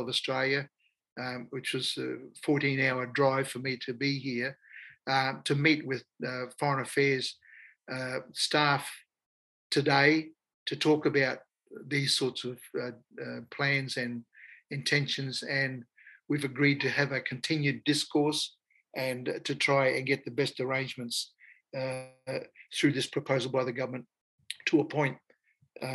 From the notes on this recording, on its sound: Today’s episode is a recording of the virtual dialogue of the Indigenous Coordinating Body.